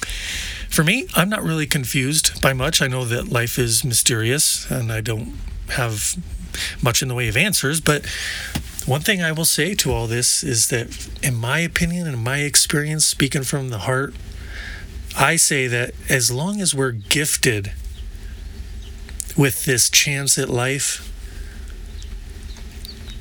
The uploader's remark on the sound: I recorded this episode at Hot Spring Glamp Camp in New Mexico. I recorded this episode at Hot Spring Glamp Camp in New Mexico.